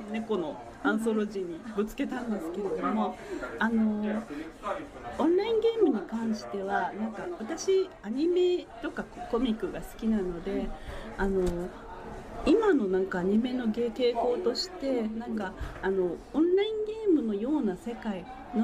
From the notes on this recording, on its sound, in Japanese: 屋外のカフェで収録しているため、聞き辛い箇所がございます。